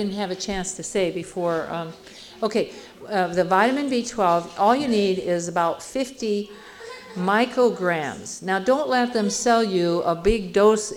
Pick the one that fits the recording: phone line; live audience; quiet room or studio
live audience